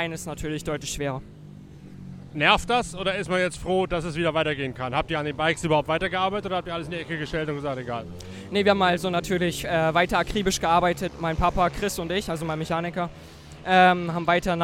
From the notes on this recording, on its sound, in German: Aufgenommen im Infield des Speedwaystadions an der Nordseeküste.